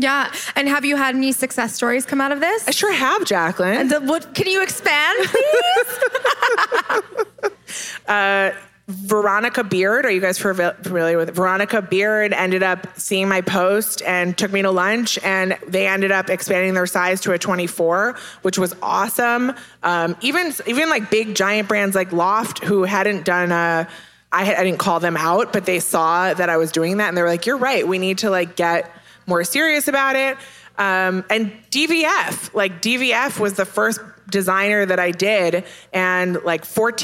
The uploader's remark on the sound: This week we're live from the first-ever Polka Dot Summit